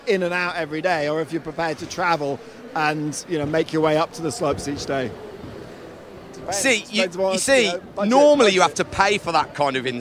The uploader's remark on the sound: LIVE at the Snow Show